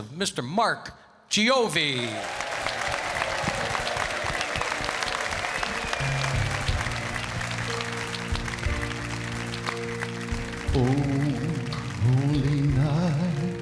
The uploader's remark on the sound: Live at the South Point Casino